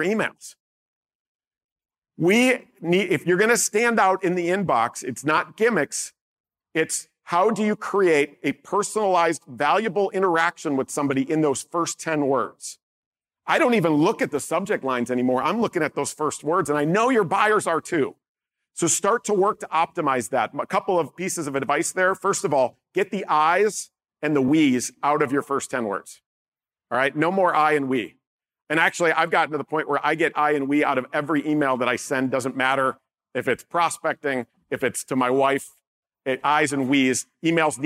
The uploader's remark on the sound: Live from the B2BSMX stage. Live from the B2BSMX stage.